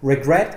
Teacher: Regret has two syllables. Regret. The stress is on gret, the last one. And it ends consonant, vowel, consonant.